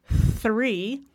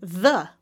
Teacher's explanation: Most languages don't have a TH sound, and in English we have two. We have the unvoiced version, as in the number three, and then we have the voiced version, as in the word the.